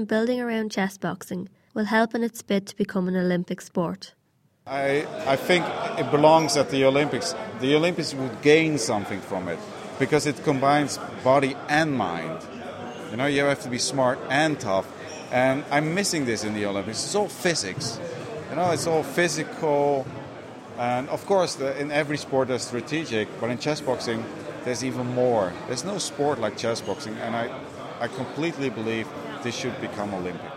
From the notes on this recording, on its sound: sounds from the fight night